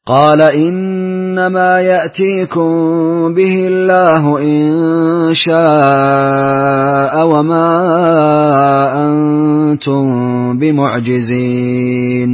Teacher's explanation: اقرأ لقالون بتوسط المنفصل مع إسكان ميم الجمع.